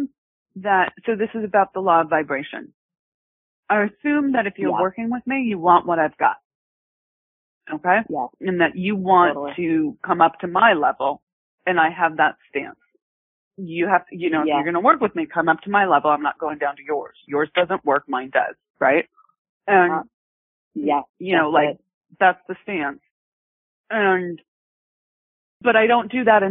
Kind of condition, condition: link, phone line